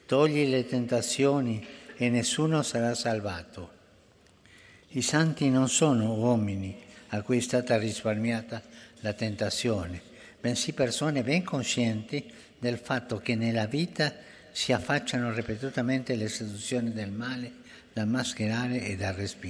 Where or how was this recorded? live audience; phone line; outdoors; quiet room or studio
live audience